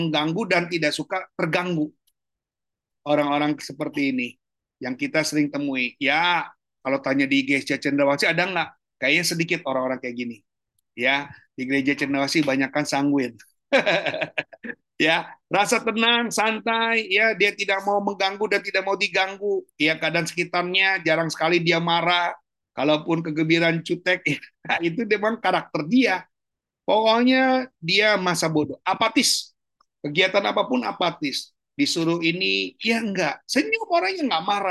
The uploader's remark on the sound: Audio Zoominar